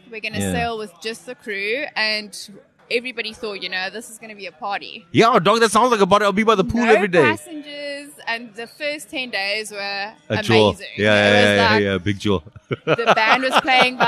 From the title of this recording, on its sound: LKS Outside: At a pre-party for the Rugby